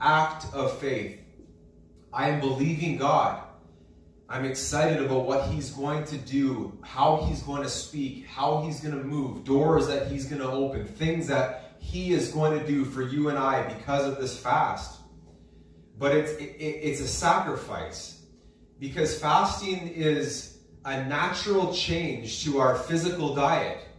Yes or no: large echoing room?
yes